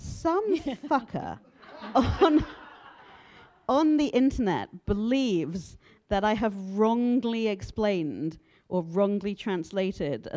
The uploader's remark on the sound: live at the Strand Bookstore in New York City